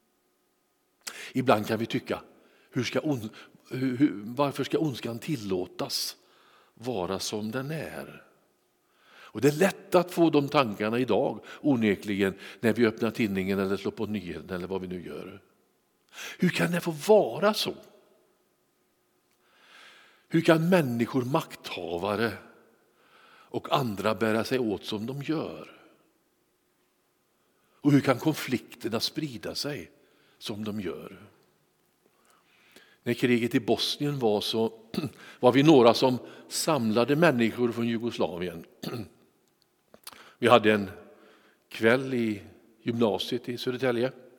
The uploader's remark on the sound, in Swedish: Inspelning från Immanuelskyrkan Skövde.